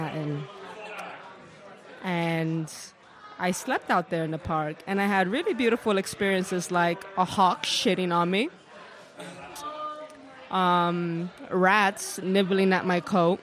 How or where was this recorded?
live audience